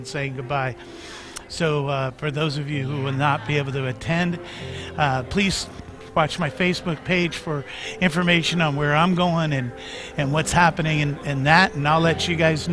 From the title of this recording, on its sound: Mt. Zion Church Live!